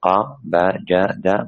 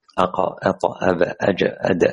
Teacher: وهناك تعريف تباعد آخر، تعريف آخر تباعد طرفي عضو النطق بحروف قطب جد إذا كانت ساكنة · Shown in: second take · Term: القلقلة